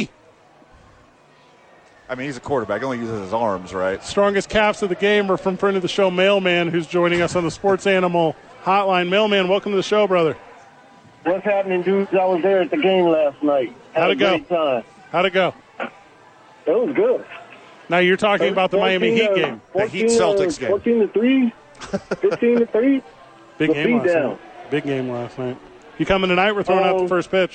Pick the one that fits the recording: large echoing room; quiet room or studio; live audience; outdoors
outdoors